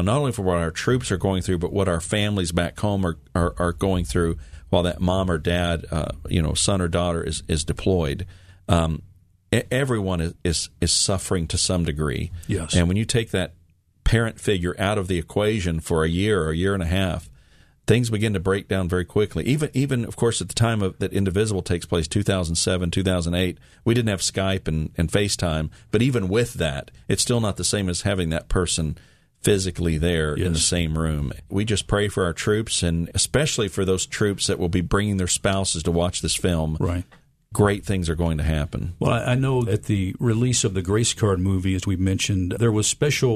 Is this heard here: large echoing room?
no